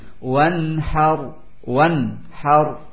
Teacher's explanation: Nun sukun setelahnya ha, dan ha termasuk huruf izhar, sehingga dibaca jelas nunnya